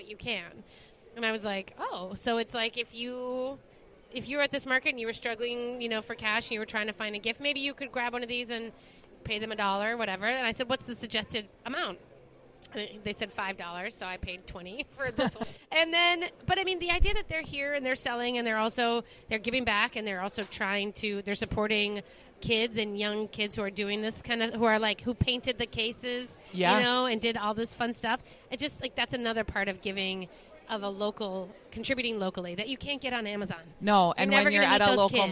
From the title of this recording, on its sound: Live at Plate and Paracel Holiday Market